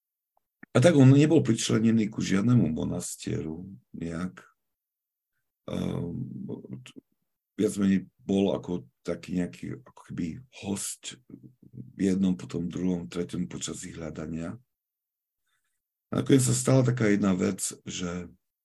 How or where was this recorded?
video call